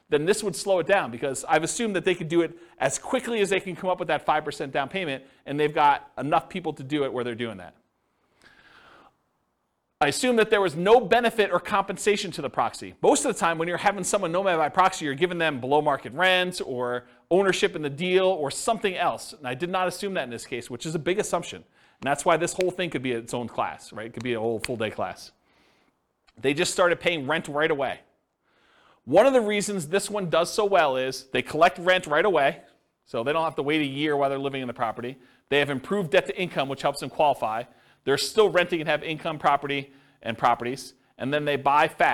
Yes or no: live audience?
yes